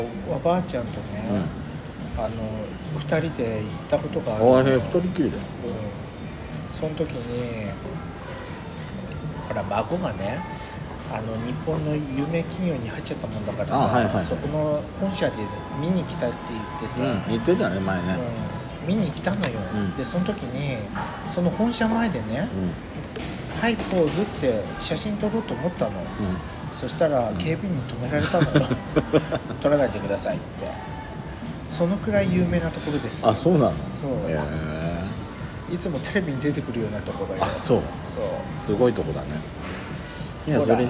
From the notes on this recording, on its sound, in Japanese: 朝からオシャカフェでまったり。久々に仙台市内を散策する予定です。まずはカフェでゆっくりとおしゃべりです。